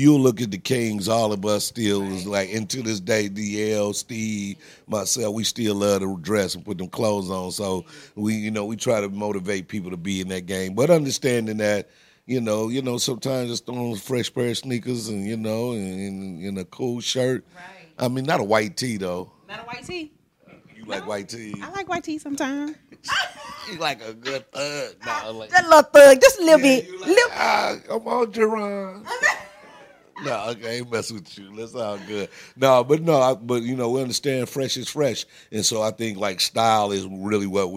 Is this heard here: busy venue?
yes